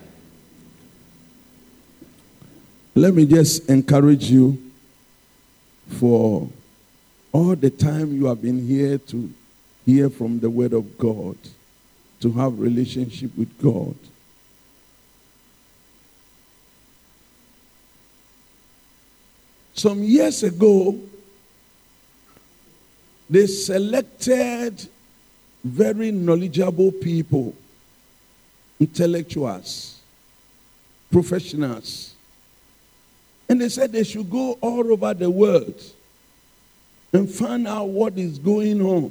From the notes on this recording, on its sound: Sermon preached at CBC Adabraka Campus